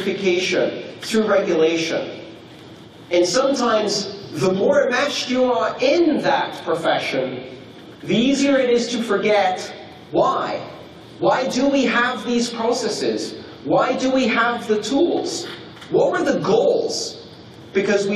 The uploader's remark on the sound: This talk took place on June 20th 2016 at the Blockchain Training Conference (in collaboration with the CryptoCurrency Certification Consortium) within the MaRS Discovery District of Toronto, Canada.